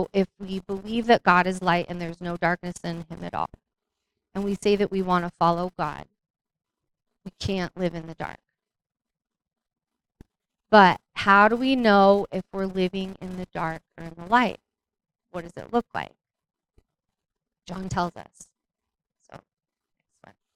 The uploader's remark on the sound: We had issues with our sound quality throughout.